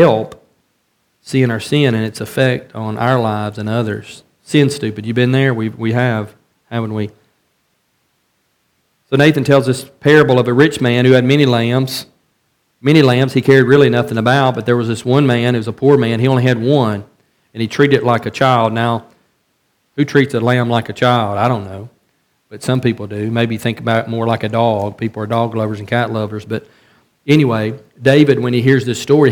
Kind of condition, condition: setting, large echoing room